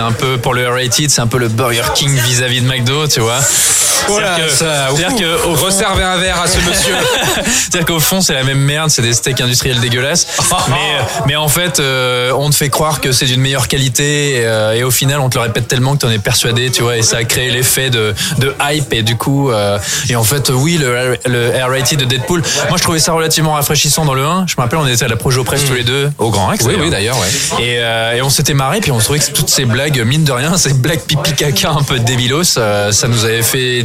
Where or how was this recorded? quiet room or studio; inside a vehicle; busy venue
busy venue